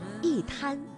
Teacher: 因为一滩当中的滩是阴平字，也就是一声字。所以呢，我们应该读去声一滩